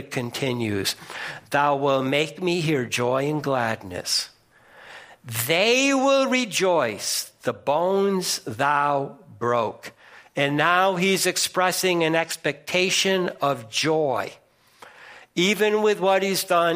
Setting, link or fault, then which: setting, large echoing room